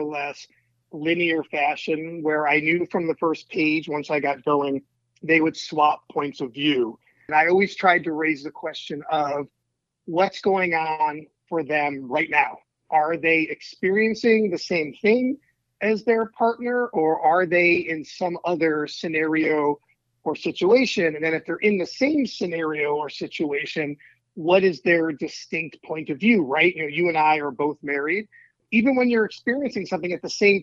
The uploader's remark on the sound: By phone from Chicago.